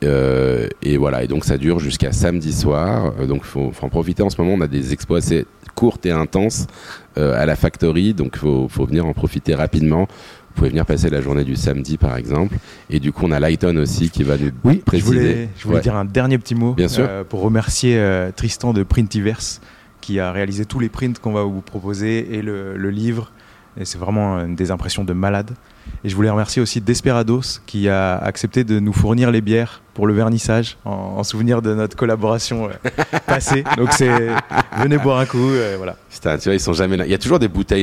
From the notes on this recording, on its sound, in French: Nous étions en direct depuis la NFT Factory avec les collectif Somaverse et Suprchief Gallery pour l'exposition de ces 5 artistes.